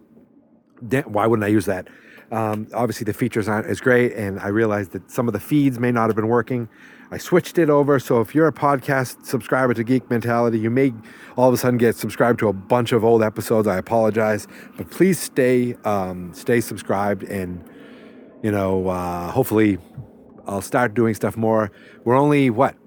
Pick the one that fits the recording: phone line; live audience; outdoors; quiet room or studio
outdoors